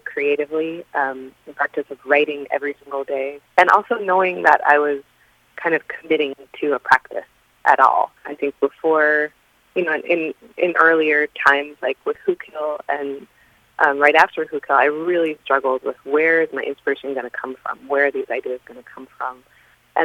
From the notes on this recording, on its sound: on the phone